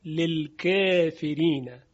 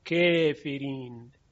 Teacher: ببینید نمیگیم للکافرین، للکه. بله تقلیل هست، یعنی الف کافرین تقلیل میشه